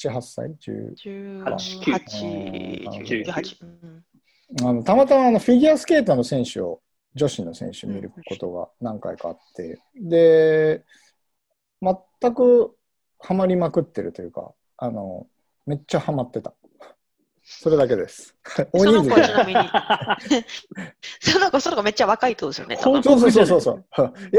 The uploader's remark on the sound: While staying at home. Q&A zoom session by PRI Japan Faculty.